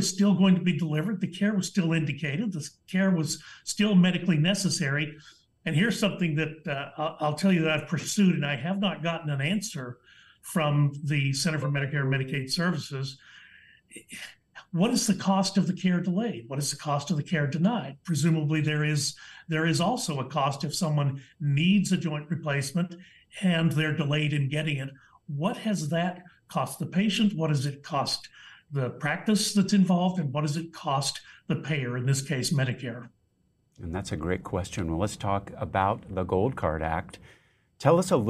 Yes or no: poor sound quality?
no